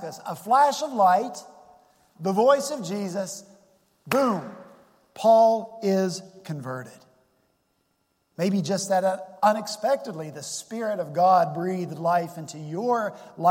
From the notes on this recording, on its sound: at Redeemer Presbyterian Church in Charleston, SC